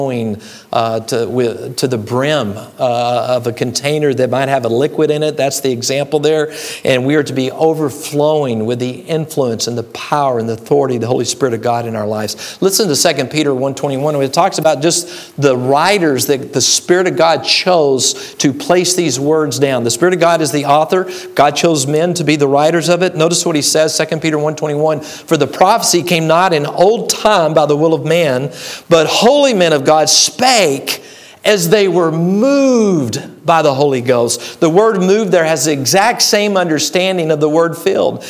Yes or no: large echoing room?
yes